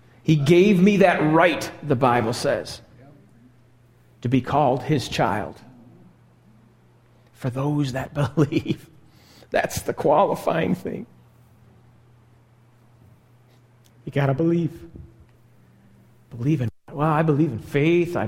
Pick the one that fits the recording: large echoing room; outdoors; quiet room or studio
large echoing room